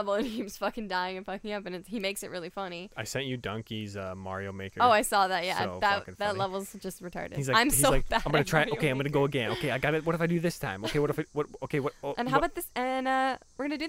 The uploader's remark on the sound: On this PRE RECORDED EPISODE of Just Press Stop... We are even recording outside today! It's a beautiful day in The Pit.